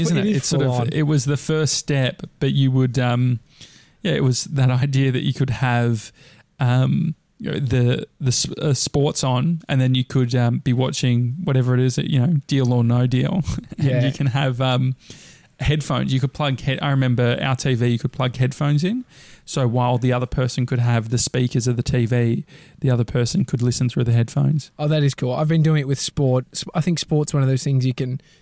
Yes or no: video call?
no